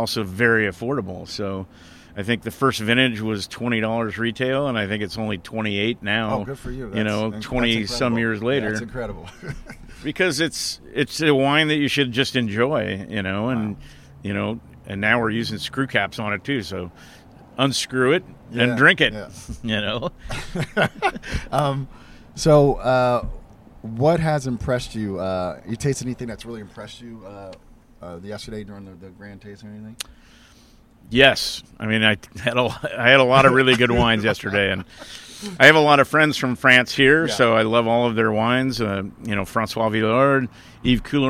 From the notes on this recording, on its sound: Live from Hospice du Rhône. Live chats from Hospice Du Rhône’s flagship event in Paso Robles, California. The 2022 event featured over 120 international Rhône producers. Was there recording live with many of the brilliant winemakers and other prominent wine folks attending this year.